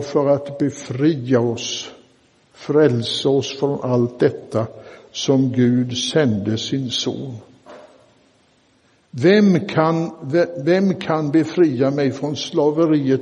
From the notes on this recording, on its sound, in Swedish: Inspelad i Roseniuskyrkan den 20 augusti 2023.